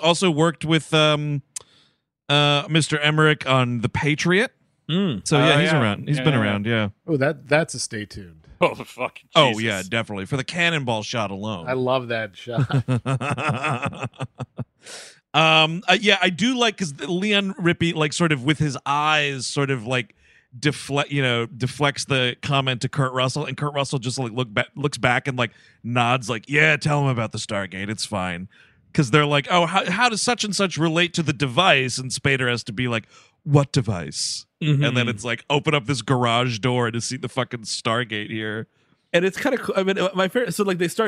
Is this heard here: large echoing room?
no